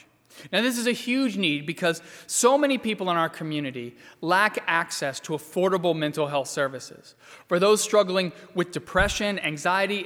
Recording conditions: large echoing room